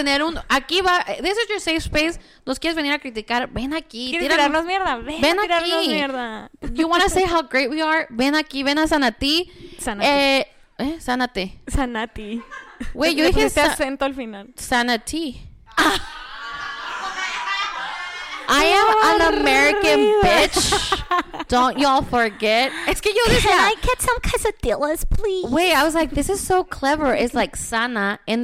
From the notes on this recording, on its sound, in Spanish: Regresamos con un episodio muy especial grabado en vivo con audiencia en our new favorite tea house, Zanati!